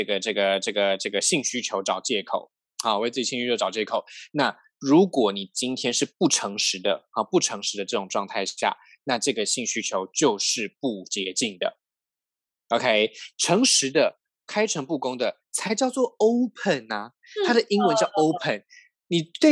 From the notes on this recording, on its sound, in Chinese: 本集採遠距錄音，因網路問題，時有斷訊、音訊不良或是雜音狀況產生